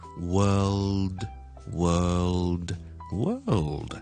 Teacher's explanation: so w 完之后条脷上翻个 l 音位。World, and then 先至再嚟个 D 音，听住 world, world, world. So example sentence: Uncle Sue is probably